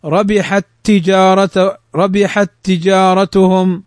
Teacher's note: فإذا قوله في إدغام المثلين مراده إذا كان الأول ساكنا والآخر متحركا، وقوله بلا غنة يعني تدغم الحرفين فتدخلهما في بعضهما فينطقان كالحرف المشدد ولكن لا تغن